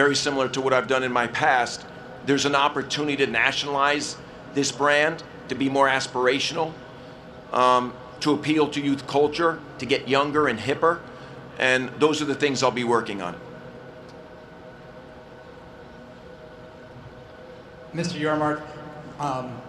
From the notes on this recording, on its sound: Full press conference. At media days.